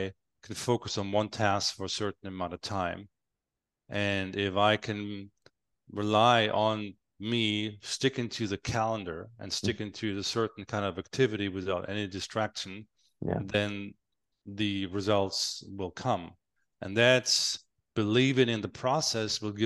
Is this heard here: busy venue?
no